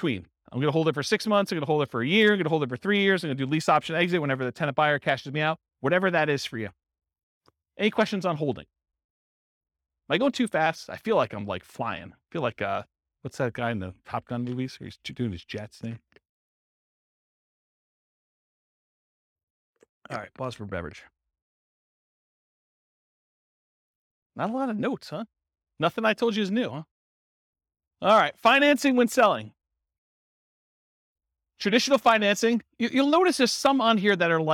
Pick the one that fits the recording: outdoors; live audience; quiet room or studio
live audience